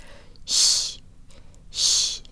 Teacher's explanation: Together, S and Ч sound like sh, with the tongue high and forward, and to Western ears it almost sounds like there's a Y sound built in.